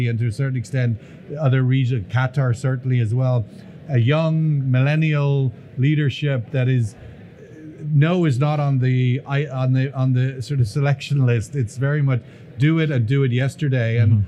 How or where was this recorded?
busy venue